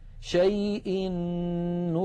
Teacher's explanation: مثال التنوين، شيء نكر. أيضا أدغم التنوين في النون من نكر فصارا نونا واحدة مشددة